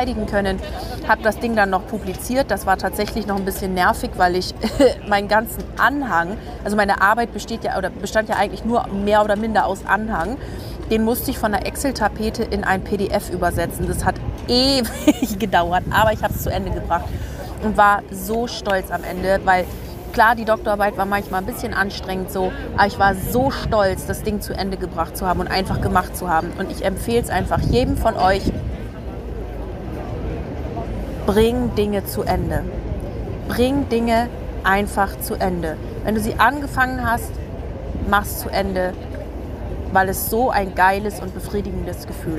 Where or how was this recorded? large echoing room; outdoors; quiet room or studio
outdoors